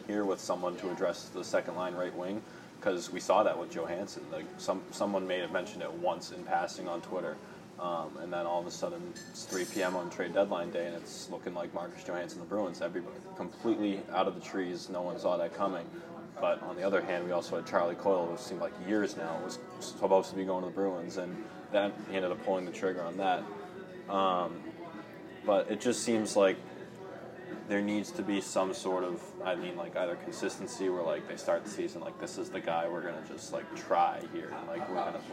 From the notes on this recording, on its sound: On-site recording at the 2019 Bruins Development Camp from the Rail Stop Resturant and Bar at 96 Guest Street in Brighton, Mass.